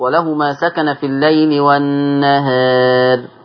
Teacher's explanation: لما تقللي الألف الراء هترقق